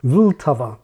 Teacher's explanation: Czech has a syllabic L that's stressed, something English can't do